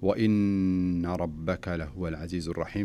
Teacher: فالنون هنا دائما ما تسمى بالنون المشددة تجويديا، وتغن بمقدار حركتين